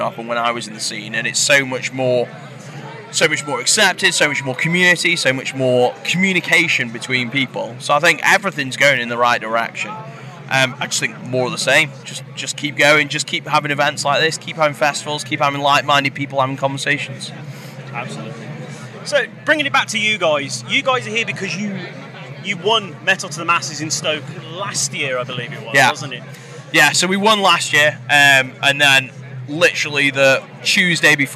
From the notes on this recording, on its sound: Live from Bloodstock 2023